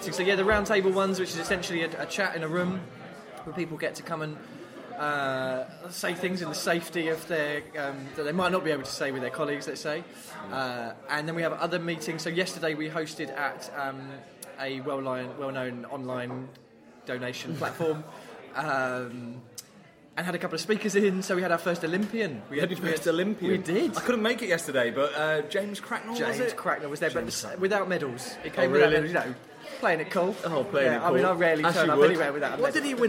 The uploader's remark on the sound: Leave Kings Cross and venture up to Angel to record from the Pearl & Feather public house.